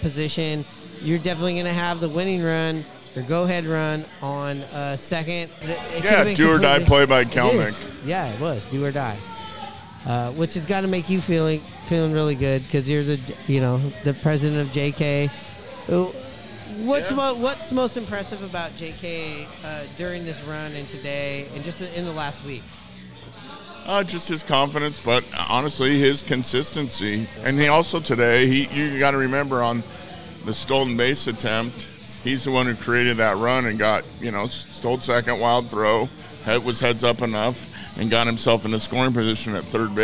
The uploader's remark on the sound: Recorded at Murphy's Irish Pub on 45th. Recorded at Murphy's on 45th.